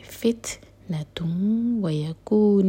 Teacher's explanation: دوہر کلمة مَدِ تُبْعِي ہے، فِتْنَةٌ وَيَكُونَ، فِتْ تا پر سکون، تا پر ہمس کریں گے، سانس جاری رکھیں گے